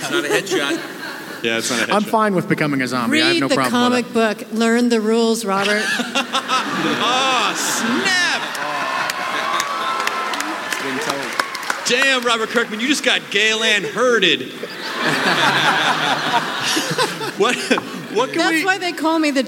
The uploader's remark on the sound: The Walking Dead Panel SDCC '11. The audio from The Walking Dead panel at San Diego Comic-con 2011!! In front 6000 kindly nerds who patiently waited several hours to get in!